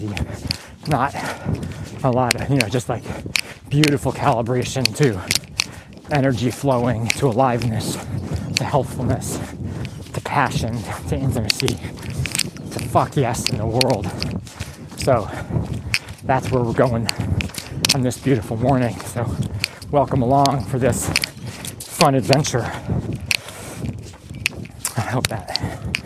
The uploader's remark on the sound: Recorded while on a 10K Training Run